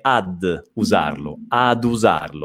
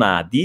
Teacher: direttamente ad u, senza la i · Shown in: first take